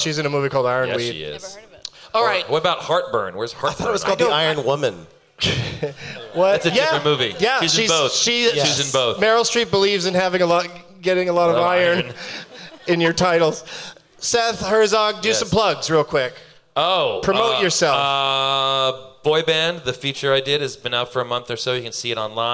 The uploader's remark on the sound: Live from the Gramercy Theatre in New York City